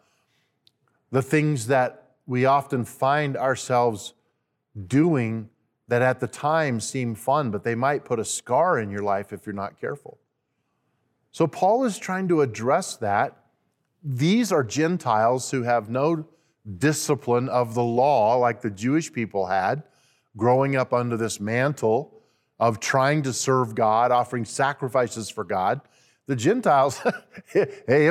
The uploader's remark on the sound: At Timberline Church.